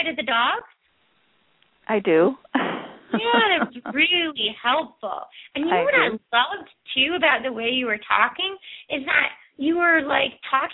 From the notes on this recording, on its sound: open up the lines for listeners to call